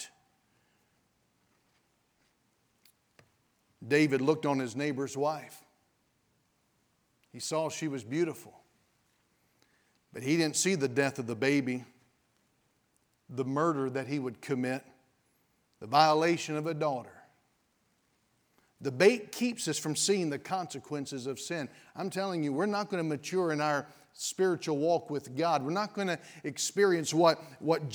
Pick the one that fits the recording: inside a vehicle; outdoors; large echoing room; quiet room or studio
large echoing room